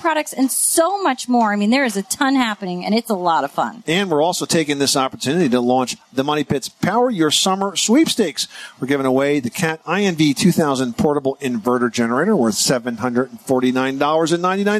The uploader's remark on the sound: Live from the 2018 National Hardware Show